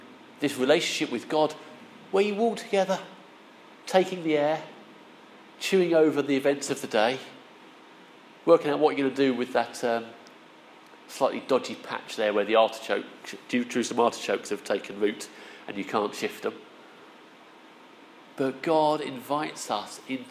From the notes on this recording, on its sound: Our sermon from the 9am service.